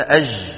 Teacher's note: في كثير من العاميات العربية كعندنا في الشام مثلا أو في المغرب يقولون أج، تجد الجيم إيه؟ رخوة وصوتها منطوط. أما الجيم الفصيحة فصوتها شديد مجهور محبوس، أد هكذا ينحبس.